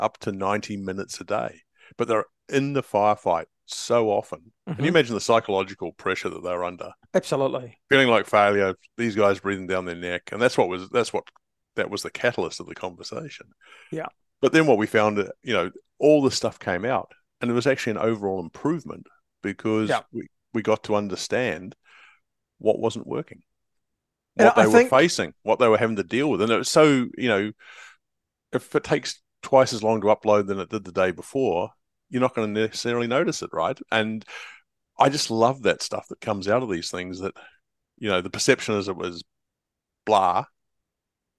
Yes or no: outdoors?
no